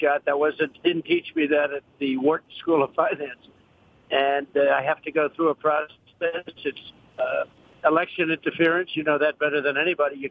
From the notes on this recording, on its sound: Phone interview.